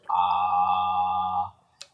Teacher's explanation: So we think ah, and then it literally comes from the back of the mouth, from the back of the throat, ah, and then you go into oh, which is like the fullness of the mouth, the full use of your mouth to be able to create that sound, and then it ends at your lips.